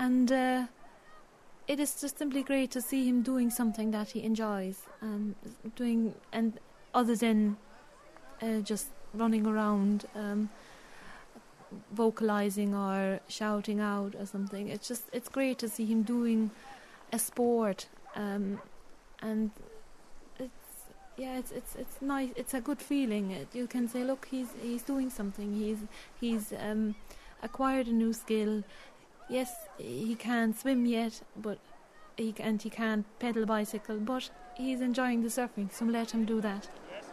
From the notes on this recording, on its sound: Recorded over five days at Banna Beach in Kerry. A surf camp for autistic children.